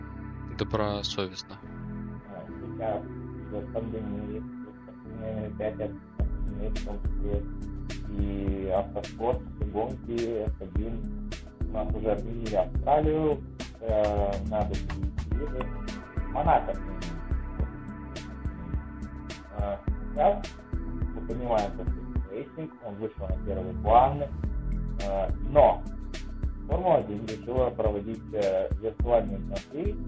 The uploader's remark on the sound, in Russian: Сразу хочу извинится за качество моего голоса в данном эпизоде. Я не ожидал таких проблем, но на момент записи я просто ничего не смог сделать и пришлось записать вот так.